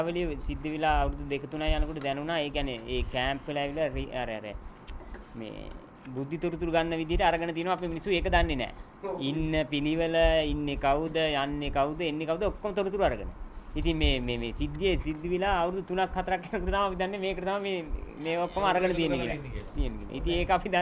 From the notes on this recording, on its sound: Media Conference, Unedited. Colombo.